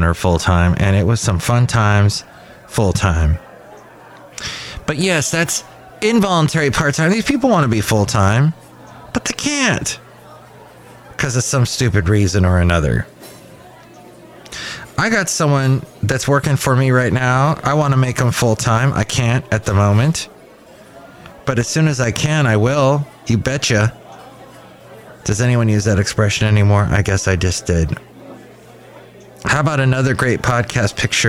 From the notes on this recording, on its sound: podcasts live from Cafe Anyway